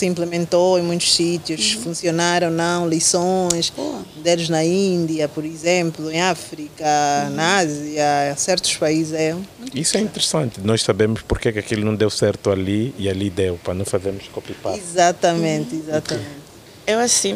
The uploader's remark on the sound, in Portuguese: Neste um episódio especial, gravado no terraço de um prédio nos Combatentes.